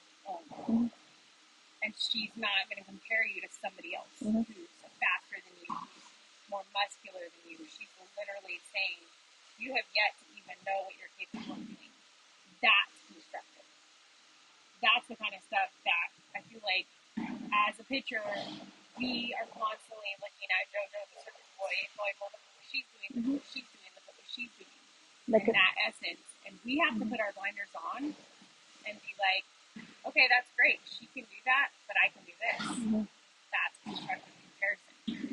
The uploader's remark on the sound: As always I do appreciate you listening to this even though the audio was all over the place!!